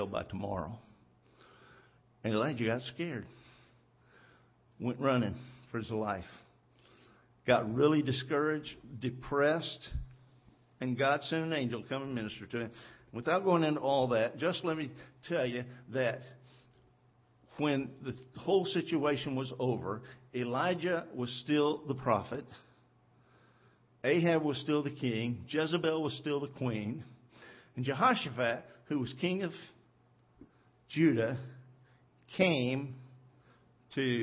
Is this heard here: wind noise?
no